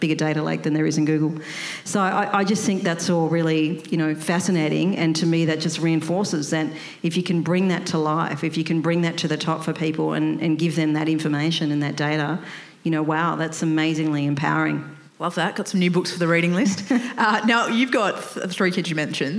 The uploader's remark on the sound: For the first time ever we have taken Coffee Pods live on stage to record an interview